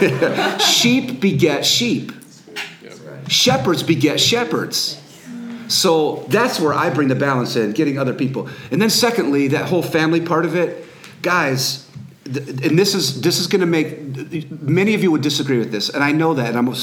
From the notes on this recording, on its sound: Q And A Live Audience. A live podcast with a studio audience of over 100 YH Leaders in Missouri.